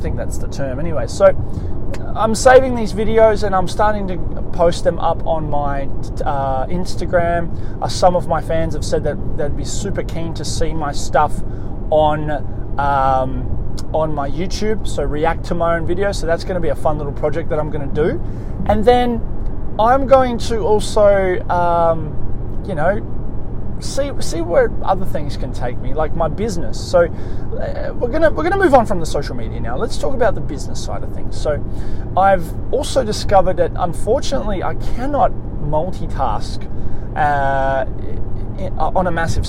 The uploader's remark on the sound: On this episode I am in the car